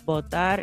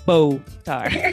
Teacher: Kind of with more force, whereas the B in Spanish is more, it's a more of a soft sound. So you touch your lips together, but you don't press them together so hard. · Shown in: first take · So it's botar instead of botar. · Term: soft touch